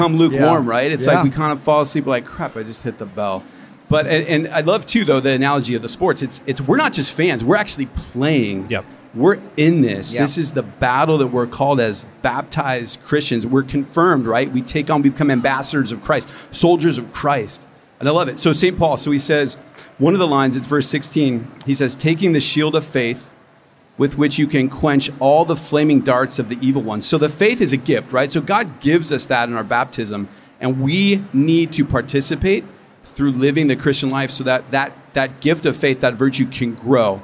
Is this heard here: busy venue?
yes